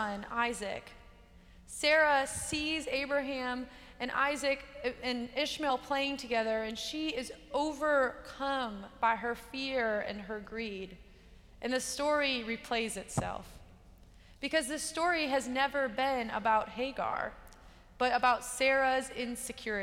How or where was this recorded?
large echoing room